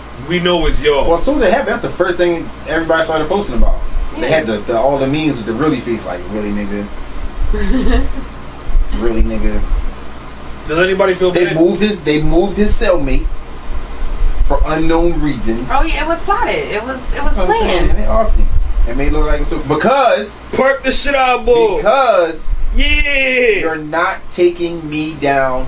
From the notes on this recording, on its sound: The squad was having some technical issues and decided to give live on Facebook this episode.